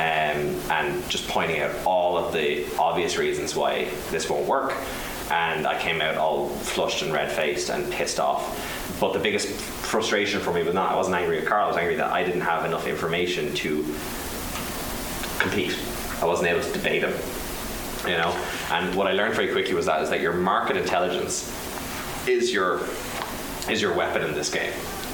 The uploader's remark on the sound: this was recorded on the 4th of March in front of a live audience, so beware of the subpar sound quality